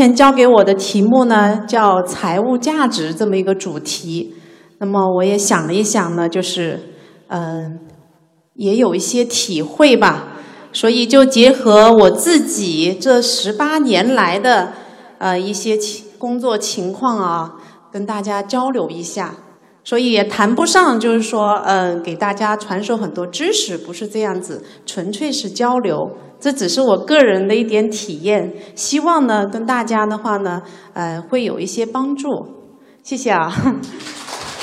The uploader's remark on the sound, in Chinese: CFO高峰论坛现场回放